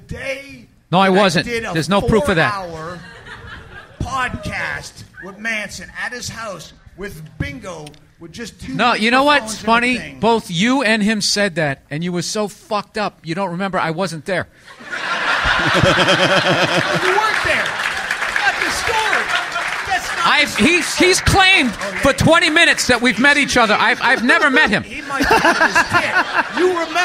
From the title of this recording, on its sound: Live from the Comedy Store